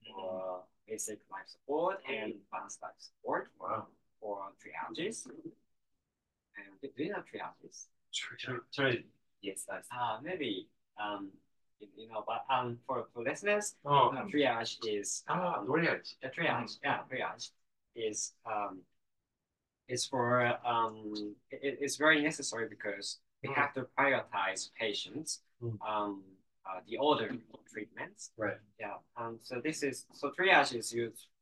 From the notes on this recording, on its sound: Apologies for the sound. It appears the microphone was not turned on.